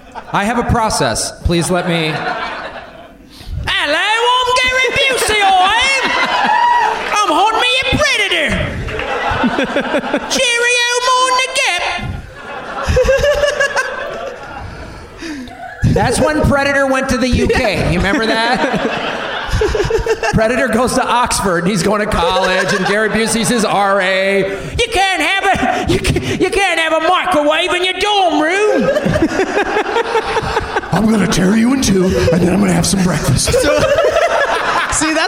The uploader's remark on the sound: Live from the Laughing Skull Lounge in Atlanta, GA